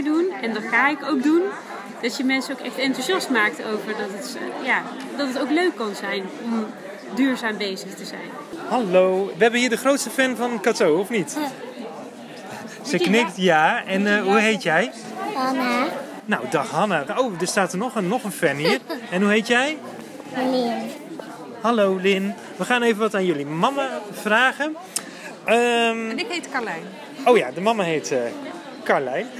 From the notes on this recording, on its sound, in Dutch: Zijn we te gast op het Duurzaamheidsfestival van Breda waar we de opening verzorgen met een ludieke quiz. Daarna doen we een rondje en vragen we de bezoekers uit binnen en buitenland wat ze van ons plastic escape room concept vinden.